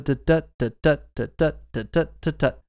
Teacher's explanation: So basically, it's an alternating between an unstressed beat and a stressed beat. Kind of a da-da-da-da-da-da-da-da-da-da-da.